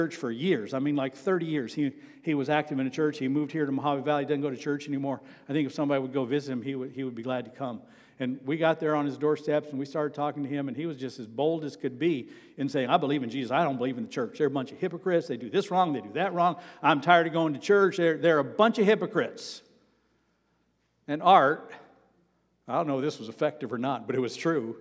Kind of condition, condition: setting, large echoing room